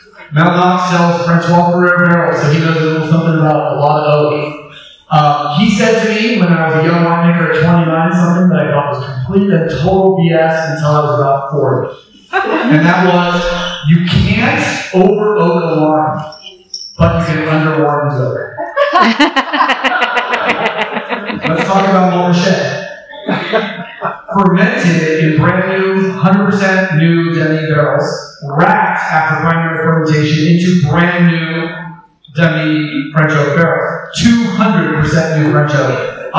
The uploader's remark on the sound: The event took place in a large barrel room, so I apologize upfront for the quality of the sound.